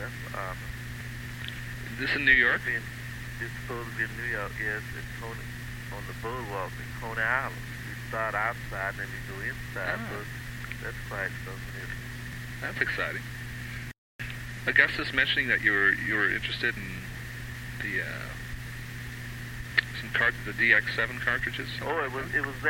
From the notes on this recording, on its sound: Phone call. The house in Philadelphia.